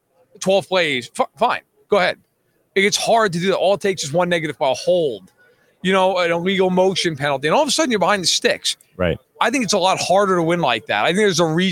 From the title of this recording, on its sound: Live from Super Bowl LVII